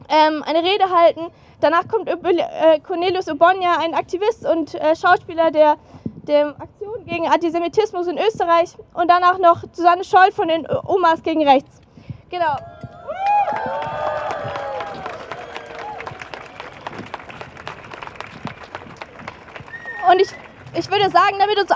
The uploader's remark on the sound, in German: Demokratie-verteidigen-Kundgebung von Fridays for Future. In Wien. An einem Lichtermeer unter dem Titel „Demokratie Verteidigen“ von Fridays For Future vor dem Parlament. Unbearbeitete Aufnahme der Reden auf der Kundgebung.